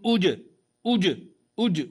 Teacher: خبيثة اجتثت فننتبه للجيم همزة ضمة جيم سكون أج أج أج واضح سامع صوت الجيم مقلقلة في الابتداء